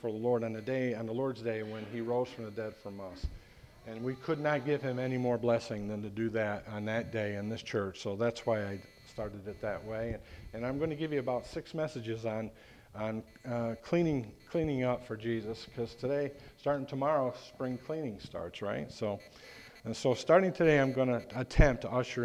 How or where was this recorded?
large echoing room